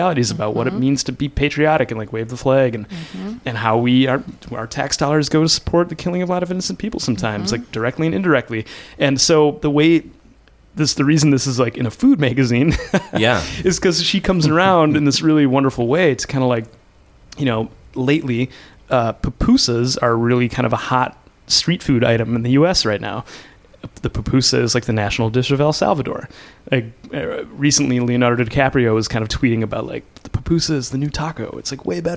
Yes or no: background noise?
no